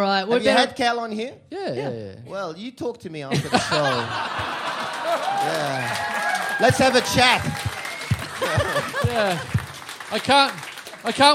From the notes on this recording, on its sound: we're back on our home turf for another HUGE live episode